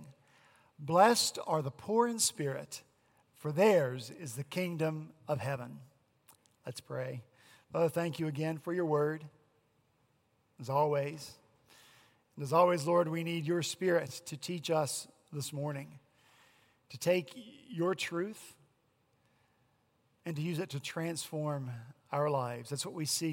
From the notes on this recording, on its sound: at Redeemer Presbyterian Church in Charleston, SC